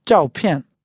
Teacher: 照 is fourth tone, falling tone. And 照片 is two fourth tones, both falling tone.